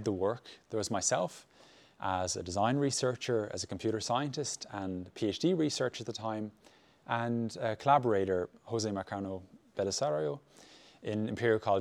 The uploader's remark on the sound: Talk to our live audience. Live Q&A.